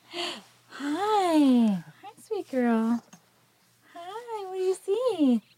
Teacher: So I heard sort of a breathy quality to this, a breathiness.